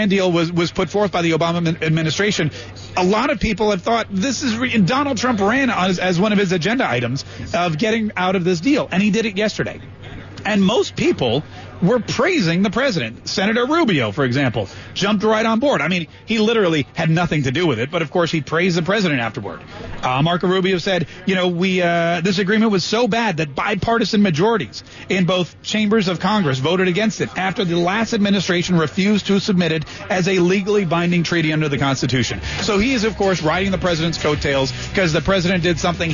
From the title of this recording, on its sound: live at TPC Sawgrass